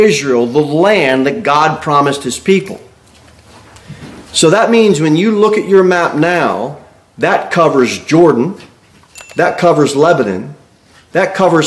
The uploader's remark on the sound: Sermon delivered at Pilgrim Baptist Church. Jere Whitson Rd. Cookeville, TN 38501.